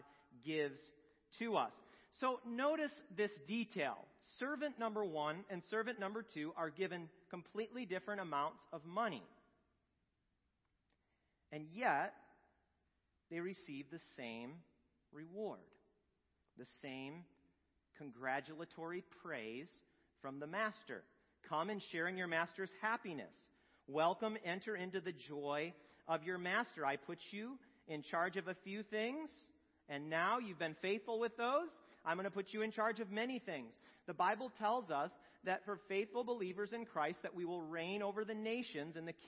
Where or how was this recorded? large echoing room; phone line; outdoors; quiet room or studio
large echoing room